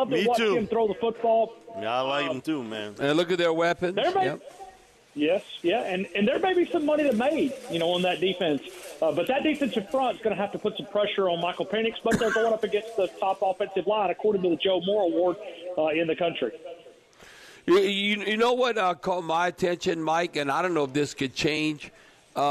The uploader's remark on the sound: broadcasting LIVE from Rouses on Tchoup